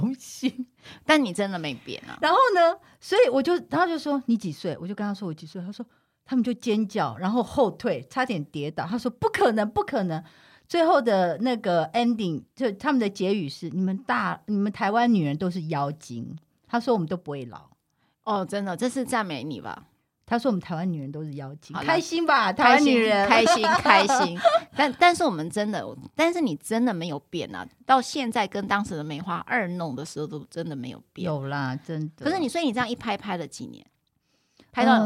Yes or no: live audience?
no